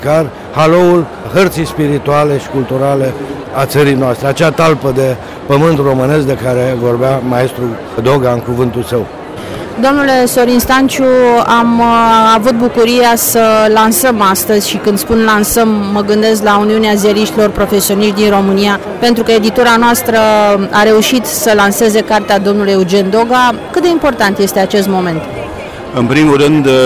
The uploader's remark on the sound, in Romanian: Eveniment editorial marca UZPR la Bookfest. Înregistrare de la lansarea celor două volume mai sus amintite, Bookfest, Romexpo - Pavilion B2, Cafeneaua Literară.